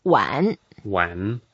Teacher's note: It's a third tone, so we go down and then up.